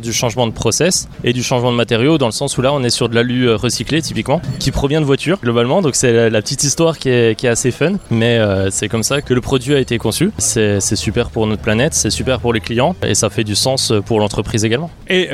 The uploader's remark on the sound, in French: lors du Cargo Bike Festival à Lyon